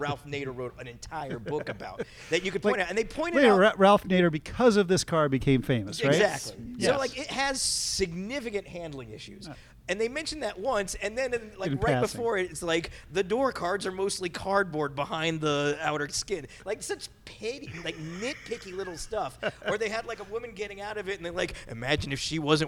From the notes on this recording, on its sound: LIVE POD IN THE SPEED SHOP! The Autopians threw a car show and because more than one person showed up.